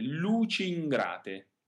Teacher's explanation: we have a liaison between two like vowels. The musical setting has these on one single pitch, also rather fast, so we can consider them as one single vowel. Especially in this case, the I can be rather short because the N after it is followed by another consonant.